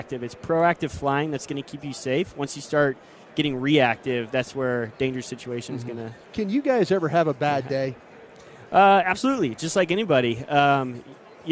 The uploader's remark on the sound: live from Super Bowl Radio Row